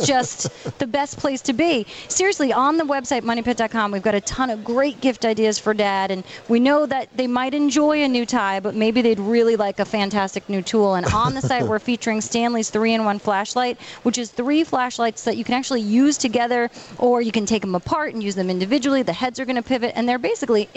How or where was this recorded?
busy venue